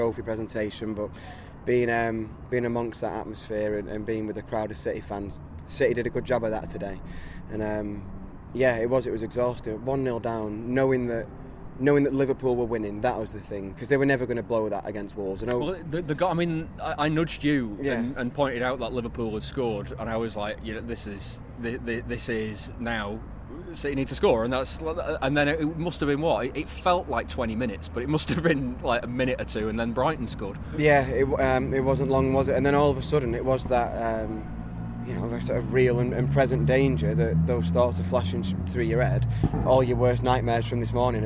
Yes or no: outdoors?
yes